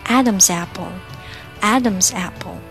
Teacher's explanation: Adam's 的 S 可以和 apple 的 A 做连读